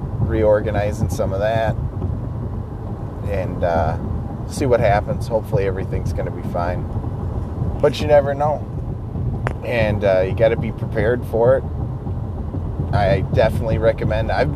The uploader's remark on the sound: talking to myself while driving to work